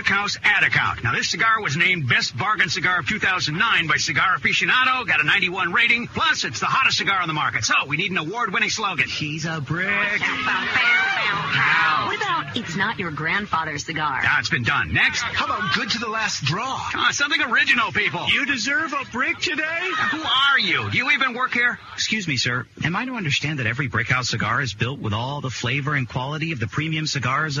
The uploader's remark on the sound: We're live at the first annual CANH (Cigar Association of New Hampshire) Golf Tournament at Amherst Country Club in Amherst, NH